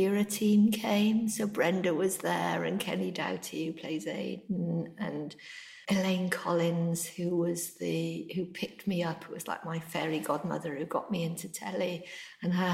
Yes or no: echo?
yes